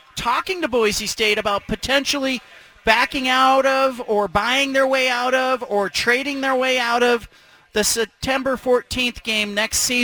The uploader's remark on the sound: at the BFT live broadcast from Killer Burger in West Linn